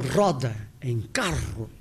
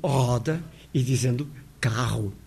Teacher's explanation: Metade dos portugueses pronunciam o R, tal como eu o pronuncio, a pronúncia sul-europeia, do R forte, italiano, espanhol. · Shown in: first take · Aquele que se ouve em roda, em carro.